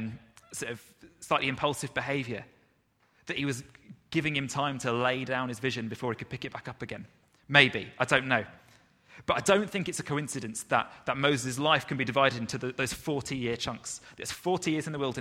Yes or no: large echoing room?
yes